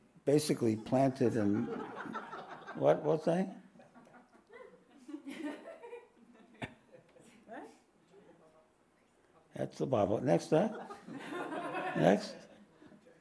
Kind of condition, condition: setting, live audience